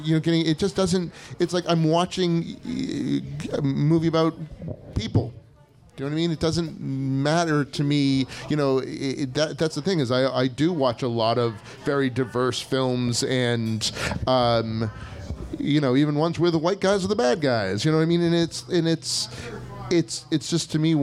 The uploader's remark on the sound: Boston SciFilm Fest Panel. This episode of the podcast was recorded live at Orleans Restaurant in Davis Square as part of the 44th Annual Boston SciFi Film Festival .